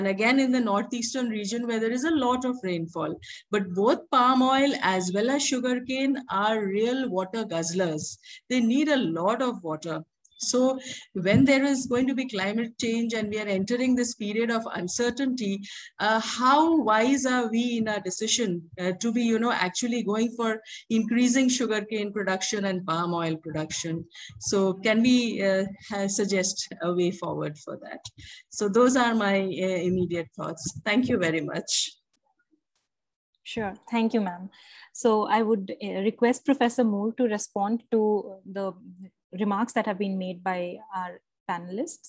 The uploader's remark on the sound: Zoom and Facebook Live